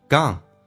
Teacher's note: 这个发音在美式发音叫 gone,而且是前鼻音，不要发成 gone, no,也要发成 gone, alright, gone, g 加个 n,前鼻音 gone,Fortune will be gone.